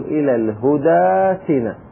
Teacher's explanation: فهنا عندنا همزة ساكنة إلى الهدى ائتنا، وما قبلها ساكن، عفوا ألف، وما قبلها فتحة وهو الدال، لأن الهدى هذه الألف التي فيها تحذف لفظا إلى الهدى ائتنا، فما قبلها فتحة، الهمزة في ائتنا والفتحة في كلمة أخرى. فهنا نقلب الهمزة إلى ألف